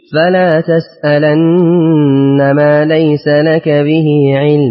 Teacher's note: وقرأ ابن كثير بفتح النون في هود وتشديدها تسألنا